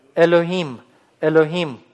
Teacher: «хе» – это придыхание, это не соответствует этот звук русскому звуку «хе»